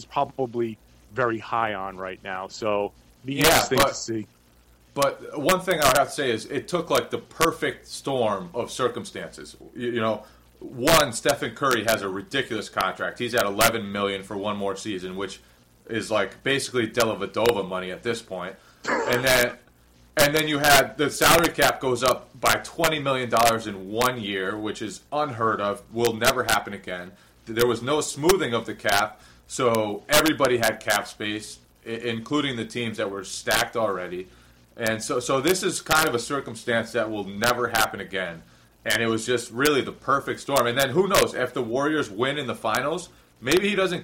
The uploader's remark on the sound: Please excuse the audio issues.